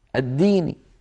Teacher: يعني كسرة ولكن صوتها منخفض، بدل أن يقولوا الديني، مالك يوم الديني، هكذا بحرف قوي كالحروف التي قبلها.